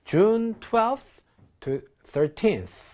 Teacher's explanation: 그 뒤쪽에 있는 TH는 무성음이기 때문에 사실은 여러분들 거의 들리지 않아요